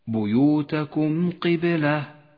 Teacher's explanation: الميم الساكنة تظهر إذا جاء بعدها حرف القاف من غير غنة أو تشديد · Term: الإظهار الشفوي